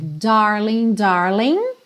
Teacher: darling, darling, sem pronunciar o G final